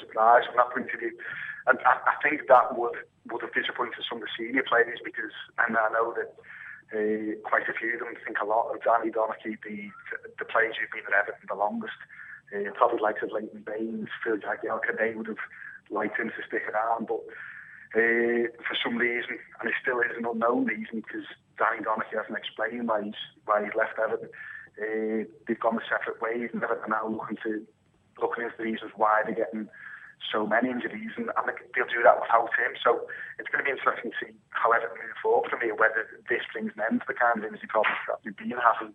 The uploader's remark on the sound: is on the line